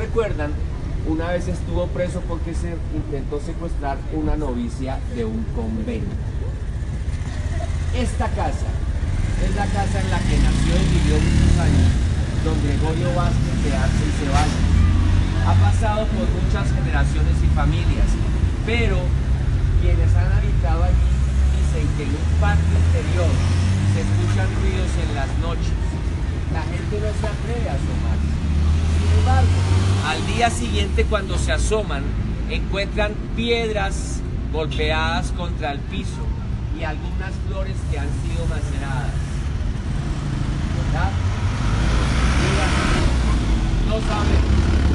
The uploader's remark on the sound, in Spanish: Esta es la recopilación de los audios grabados durante el tour fantasma por el centro de mi ciudad Bogotá.